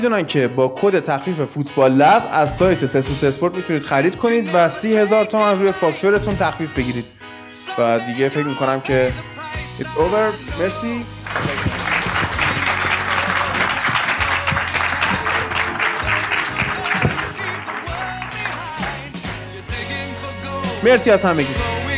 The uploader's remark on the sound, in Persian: اجرای زنده 19 آبان. اجرای زنده فوتبال لب روز یکشنبه نوزدهم آبان ماه برگزار شد و با همراهان فوتبال لب به تماشای بازی در سالن سینمای باغ کتاب نشستیم.